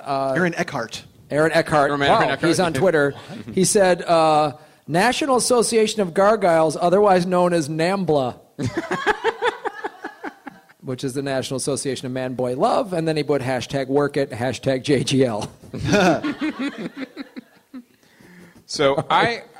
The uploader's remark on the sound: Live in San Diego. Live at the American Comedy Company.